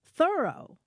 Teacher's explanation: pronounced Thoreau, with the accent on the first syllable